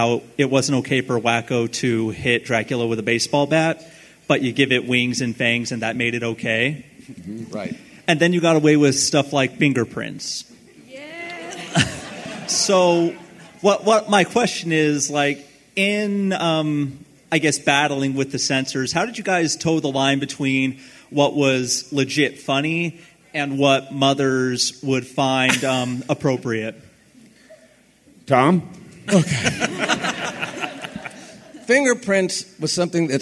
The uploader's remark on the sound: Today's episode features audio from the Animaniacs panel at FanX! Has some great questions from the audience.